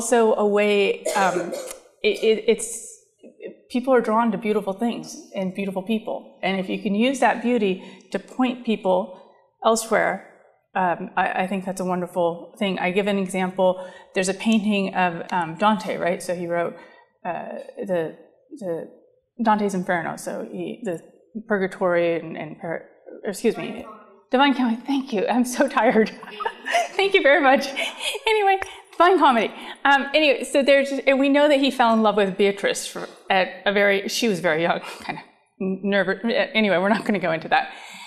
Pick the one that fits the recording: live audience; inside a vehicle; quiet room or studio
live audience